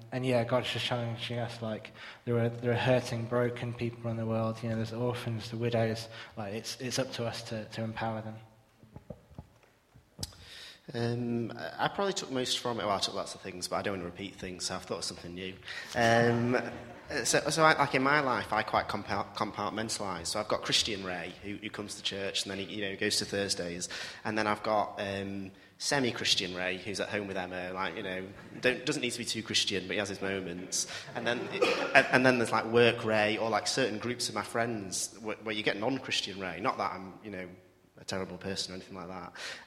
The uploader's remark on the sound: Recorded at freedomcentre church, Preston.